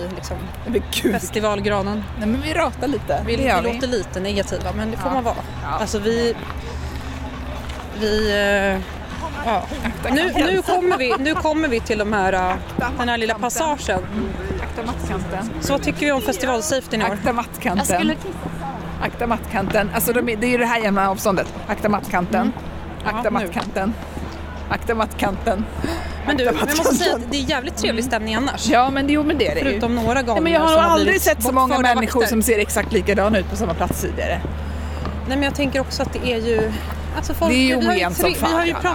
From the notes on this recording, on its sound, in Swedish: Pratar med roliga festivalbesökare och trängs i publikhav – en skön festivalkväll med lasershow i Stockholmsnatten! I det här avsnittet får du följa med oss på festivaläventyr på Rosendal Garden Party som ägde rum i juni på Djurgården i Stockholm.